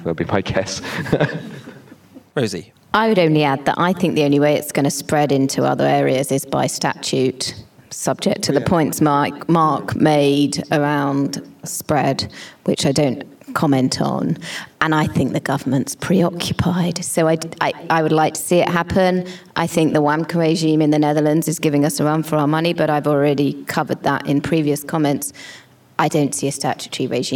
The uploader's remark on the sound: The London panel discussion from our recent Europe-wide event on collective litigation.